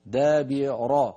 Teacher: فخم الراء إلا إذا كنت تقرأين على ورش. دابر هكذا، راء مفخمة إلا إذا كنت تقرأين على ورش، فالراء تكون مرققة.